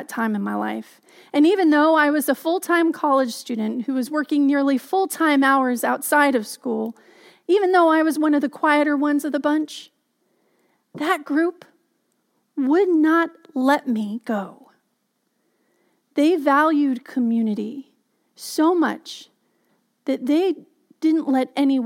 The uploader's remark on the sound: Message delivered during the Contemporary Worship Live Stream.